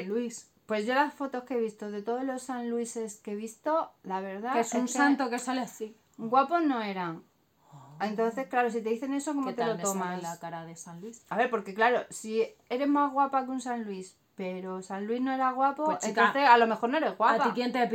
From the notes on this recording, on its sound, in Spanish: Vídeo grabado con móvil y editado en el teléfono con YouCut.